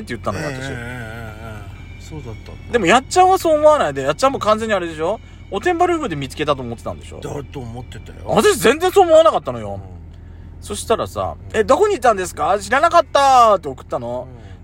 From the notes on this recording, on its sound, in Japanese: パーキング収録